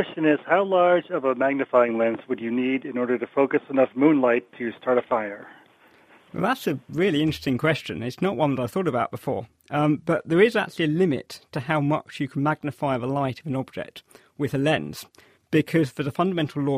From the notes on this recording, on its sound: this week's Question and Answer science phone-in